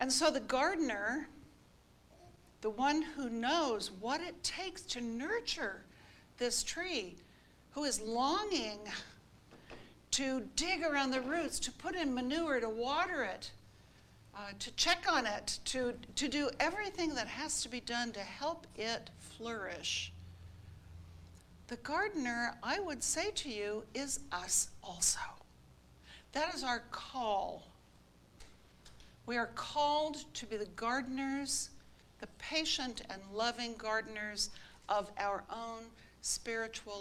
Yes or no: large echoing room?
yes